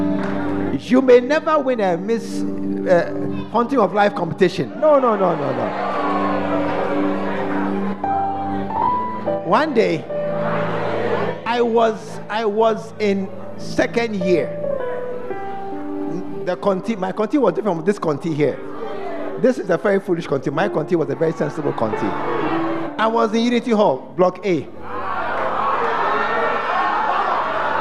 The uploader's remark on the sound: During The Special Visit Convention at The Fountain of Life Cathedral.